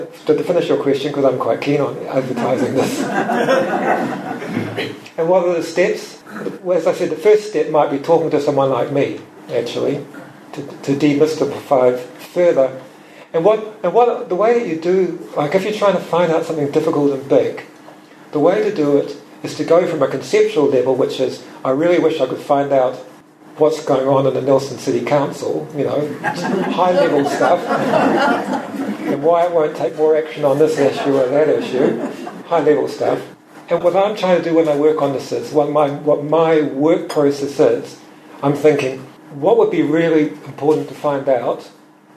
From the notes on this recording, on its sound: Recorded live at Nelson's Yaza Cafe.